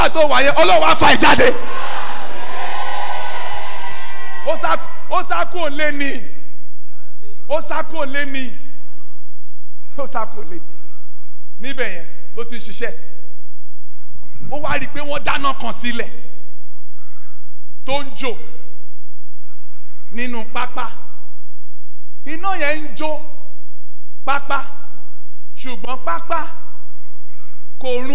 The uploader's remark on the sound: Birthday Thanksgiving & Prophetic Service. Covenant Champions Global Assembly LIVE Service.